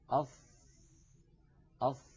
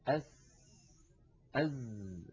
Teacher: شكل اللسان عند نطقنا بالصاد وهي حرف مفخم، ولاحظوا بأن مؤخرة اللسان مستعلية · Shown in: first take · بخلاف الصورة التي في يسار اللوحة التي تبين مخرج السين والزاي، ونلاحظ بأن مؤخرة اللسان غير مستعلية لأن السين والزاي حرفان منفتحان ومستفيلان.